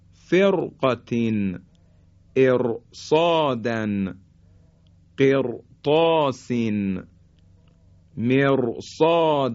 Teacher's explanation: به خاطر اینکه بعد از راء ساکن یکی از حروف استعلا اومده، در اینجا دیگه باز حرف را تفخیم میشه، مثل فرقتین ارصادن قرطاسین مرصادن. · Term: تفخیم حرف را